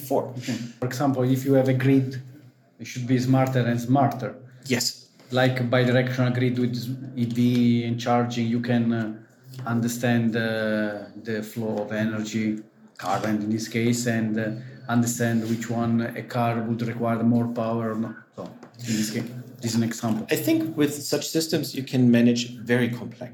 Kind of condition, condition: setting, busy venue